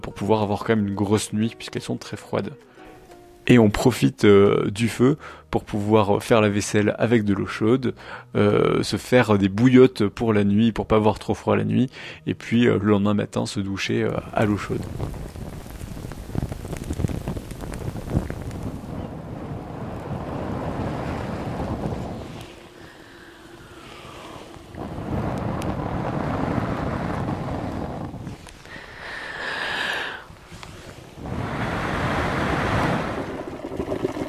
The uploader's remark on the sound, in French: Feu de camp sur l'Altiplano, en Bolivie à vélo. Des volcans de Sajama aux villages en fête. Evidemment, tous les sons que vous entendez ont été enregistrés pendant ce voyage.